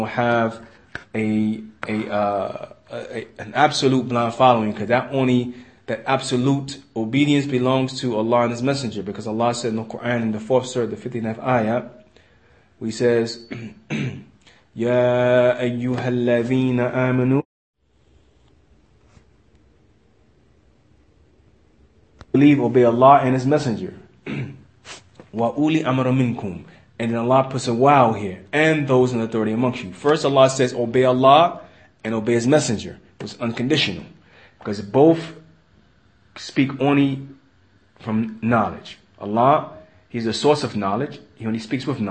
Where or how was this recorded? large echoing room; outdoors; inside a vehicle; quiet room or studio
large echoing room